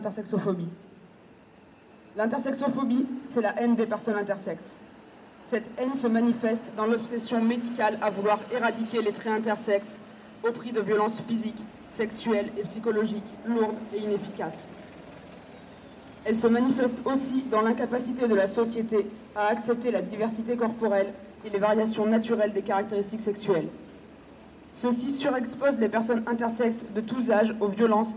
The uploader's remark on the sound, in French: Le dimanche 7 novembre 2021, place de l’Odéon à Paris. Des voix, des mots, par phrases, enregistrés par fragments parmi la petite foule réunie au pied du théâtre de l’Odéon. Au son du mégaphone, les participant.e.s descendent vers la faculté de médecine, rue de l’Ecole de Médecine.